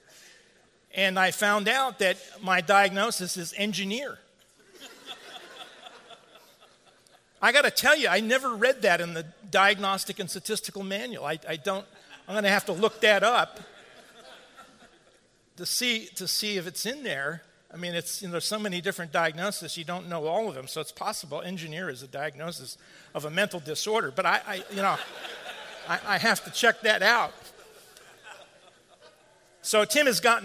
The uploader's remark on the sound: At the 2016 Shepherd’s Conference. The conference was sponsored by Warhorn (at the time Clearnote) Media, and held at Trinity Reformed Church in Bloomington, Indiana.